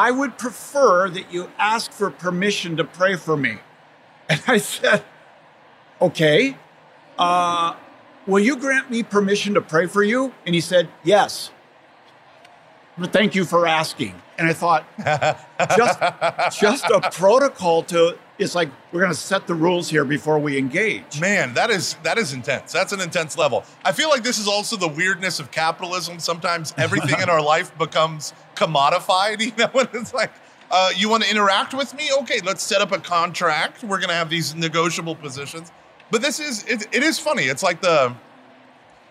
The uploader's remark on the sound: recorded at the SEEK24 conference this past January.